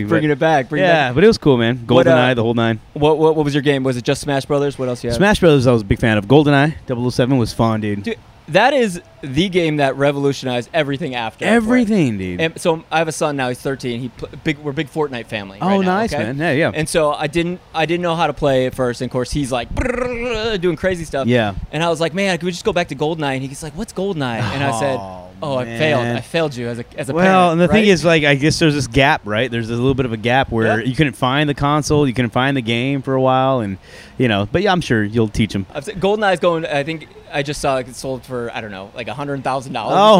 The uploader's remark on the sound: LIVE AT COUNTRY THUNDER